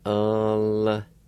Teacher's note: Number one is complaining, and in this word, The I with the L at the beginning of the word will be silent. Then the N-O, the N sound, will be nasalized.